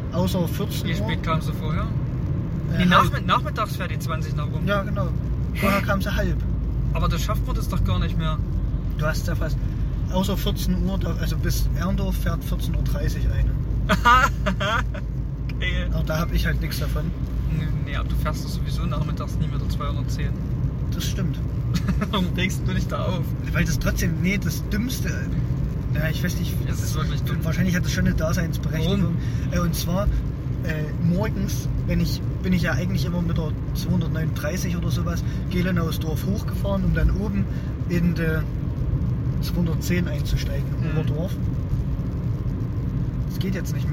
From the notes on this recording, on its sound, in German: haben wir euch 55 Minuten gemütliche Autofahrt zurück vom Weihnachtsshopping aufgezeichnet